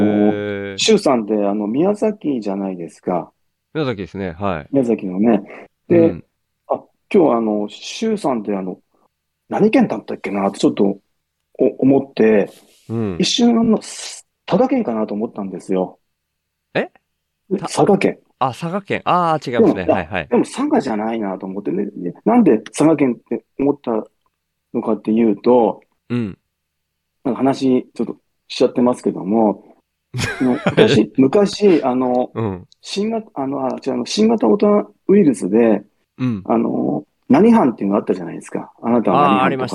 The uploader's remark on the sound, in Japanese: この為だけに作ったDiscordのボイスチャンネルで収録